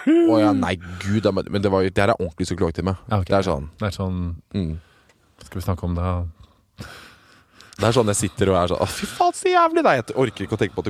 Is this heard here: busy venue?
no